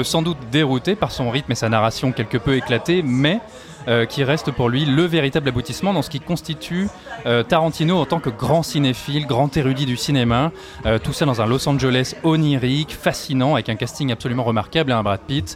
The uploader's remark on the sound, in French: Enregistré au Hurling pub (8 Rue Descartes, 75005 Paris), le vendredi 23 août 2019.